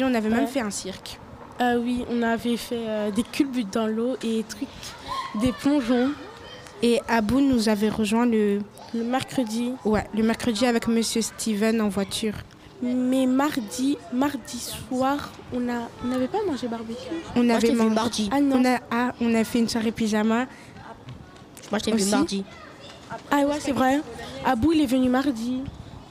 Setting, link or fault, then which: setting, outdoors